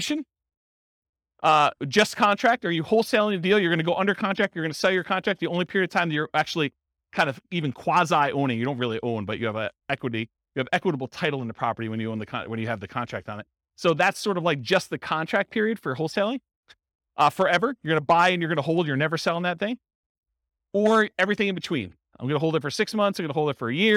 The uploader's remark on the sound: This was a live class recorded